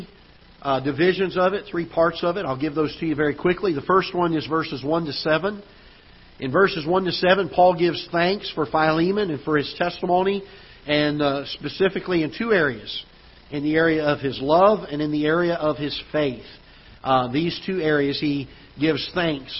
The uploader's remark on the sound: Ketha Heights Baptist Church ~ Live Broadcast